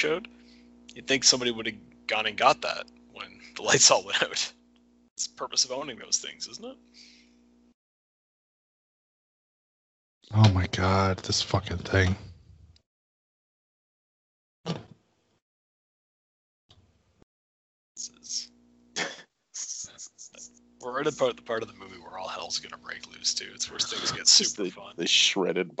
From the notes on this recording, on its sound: Technical Issues Abound! We try to bring you some horror holiday cheer but –Buffering– ing Christmas!